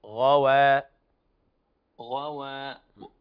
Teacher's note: فخم الغين من الدرجه الثانيه